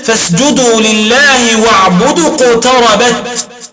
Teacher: فحذف هنا حرف المد لالتقاء الساكنين